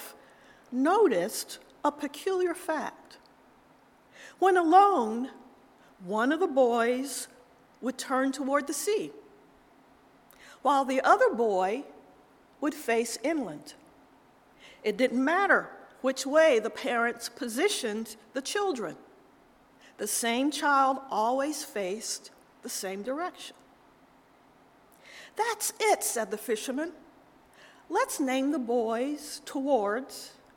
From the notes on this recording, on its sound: Audio from our 9:00am Worship Livestream.